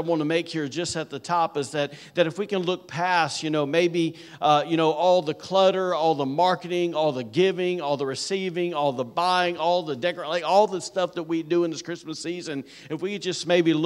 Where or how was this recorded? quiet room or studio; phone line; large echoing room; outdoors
large echoing room